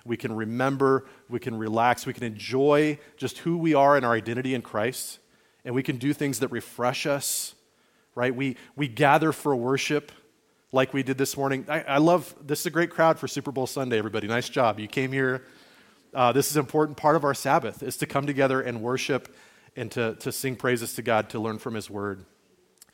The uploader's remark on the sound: Message recorded on February 11, 2024, at Liferoads Church in Spokane, Washington.